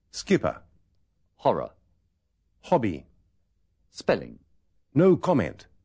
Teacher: La vocal que precede a una consonante doble es muy breve.